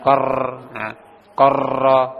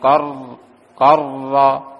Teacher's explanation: Tidak terlalu ada getaran pada ujung lidahnya. · Shown in: second take · Kor, korro, ada celah sedikit di situ.